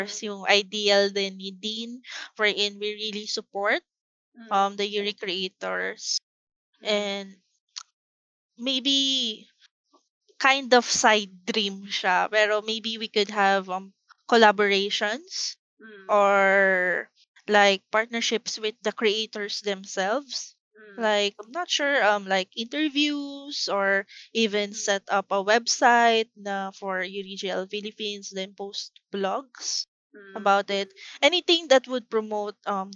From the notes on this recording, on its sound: There has been a bit of technical issues in the recording.